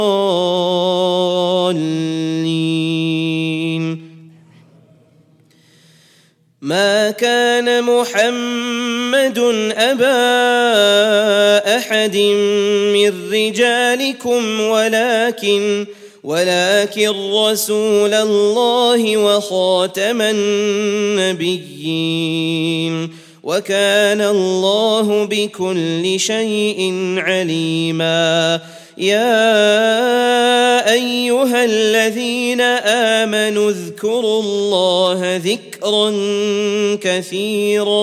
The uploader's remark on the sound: at the Houghton Masjid (West Street)